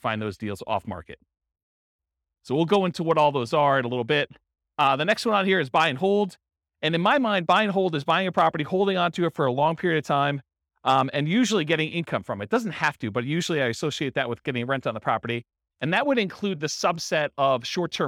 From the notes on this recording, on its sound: Real estate entrepreneurs in Carrollton, Texas. This was a live class recorded.